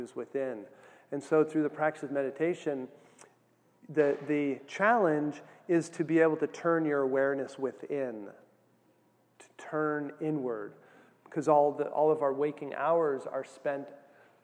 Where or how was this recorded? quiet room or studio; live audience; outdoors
live audience